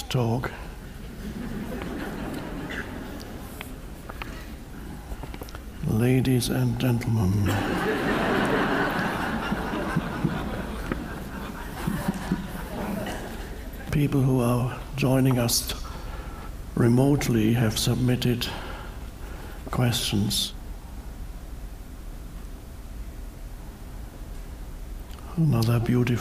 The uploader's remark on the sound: talks to a live audience